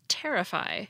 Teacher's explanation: The verb terrify has stress on the first syllable